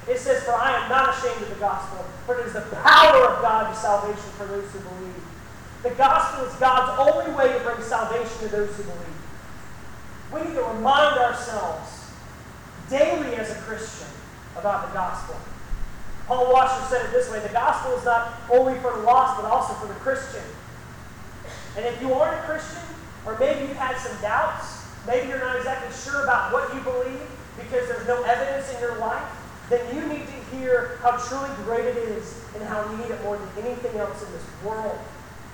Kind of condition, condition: fault, poor sound quality